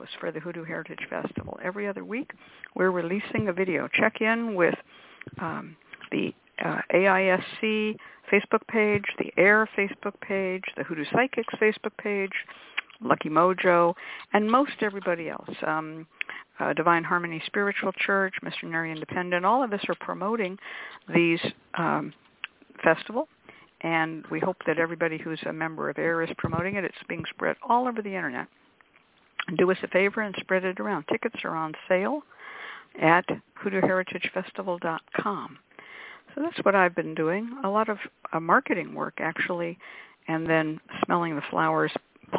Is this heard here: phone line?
yes